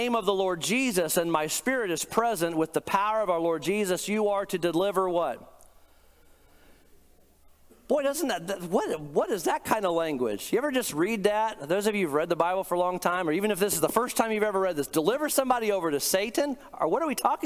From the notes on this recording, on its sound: Today’s podcast is a recent sermon I preached